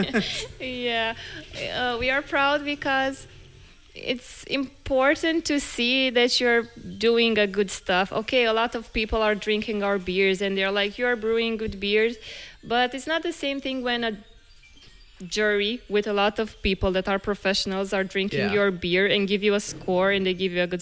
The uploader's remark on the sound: Live from Oriel Beer in Bucharest, Romania